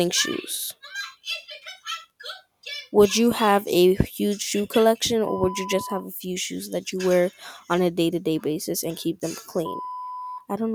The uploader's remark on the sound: sorry for spiting into the mic